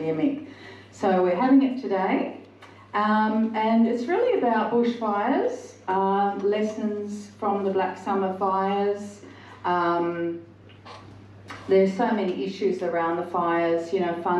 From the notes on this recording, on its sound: Recorded at the Family Hotel, 15 Parke St, Katoomba on 18th March 2023. Politics in the Pub - Money to Burn was recorded at the Family Hotel, 15 Parke St, Katoomba.